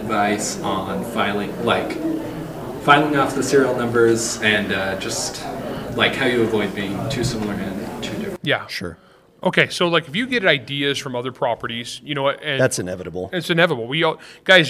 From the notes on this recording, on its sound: Did a live Q&A session with attendees at the Writer's Cantina. Attendees were all writers. This episode was recorded live Saturday, July 8, 2023 at the Writers Cantina in Utah.